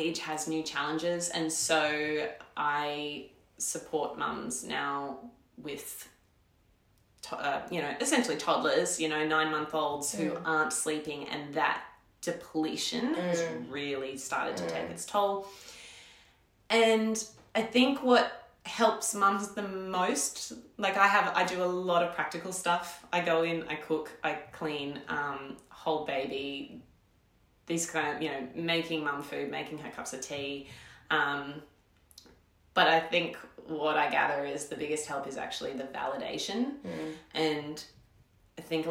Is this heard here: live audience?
no